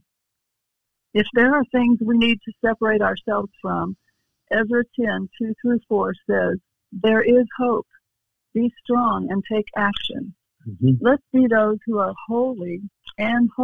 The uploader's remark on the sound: we have special guests on by phone